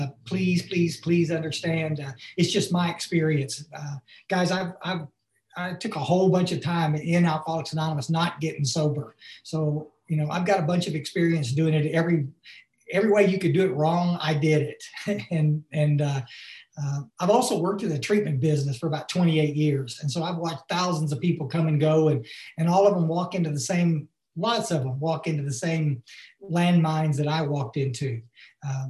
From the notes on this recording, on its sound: Barnsley UK Zoom meeting on 5-19-2021